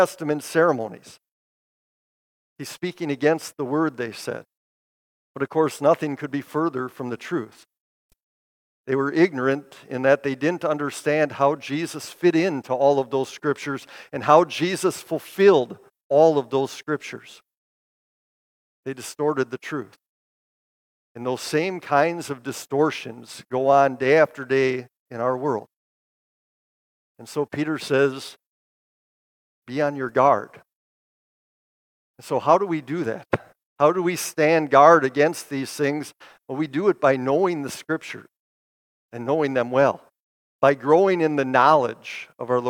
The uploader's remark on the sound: Bethany, Appleton, WI. Preached this sermon at Bethany's Sunday worship on August 20, 2023.